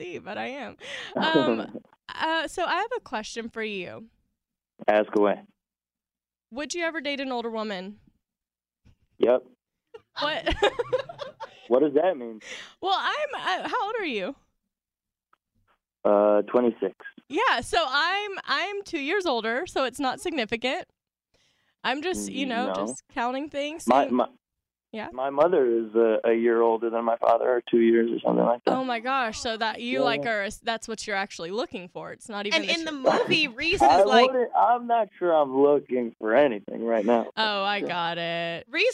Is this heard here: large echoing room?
no